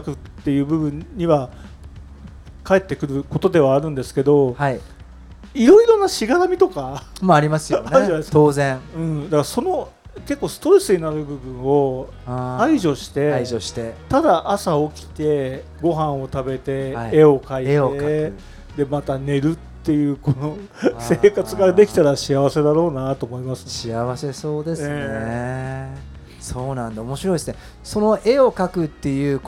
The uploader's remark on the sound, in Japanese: Porsche Festivalでのインタビューの様子をお届けします。インタビュアーはPorsche FestivalでMCを務められた。